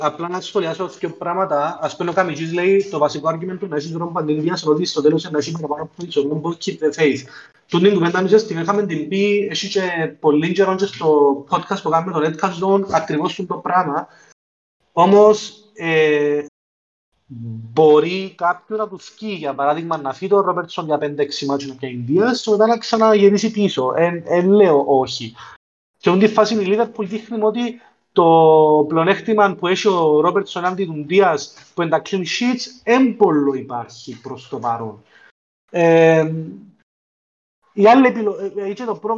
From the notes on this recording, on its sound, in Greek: Live συζήτηση στο discord του FPL Cyprus